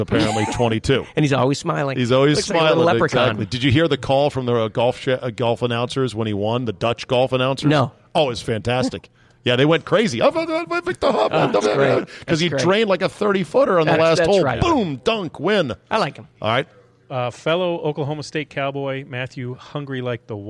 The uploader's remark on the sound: Taped live at GolfDom Golf in Tyson's Corner, VA.